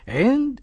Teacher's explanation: نون ساكنة أتى بعدها دال إخفاء حقيقي